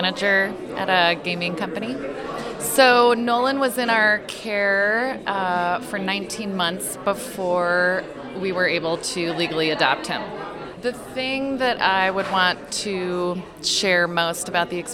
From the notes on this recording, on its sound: KUOW recorded audio from the "Ask a Foster Parent" event hosted at Amara's Seattle office.